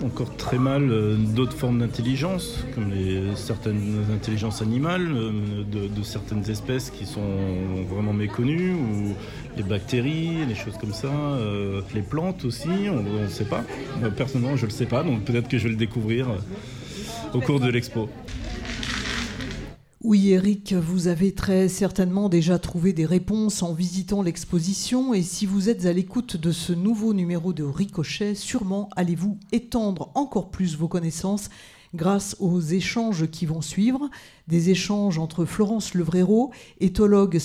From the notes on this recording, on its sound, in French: Un podcast enregistré en public. Dans le cadre de « Génial ! Une expo sur les intelligences » accueillie et animée par La Rotonde.